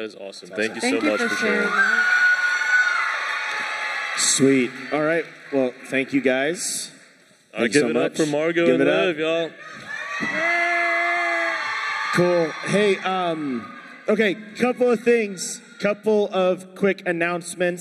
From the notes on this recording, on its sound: LIVE Podcast! - Featuring Students (Kingdom Camp 2023). We spent some time hearing from our campers.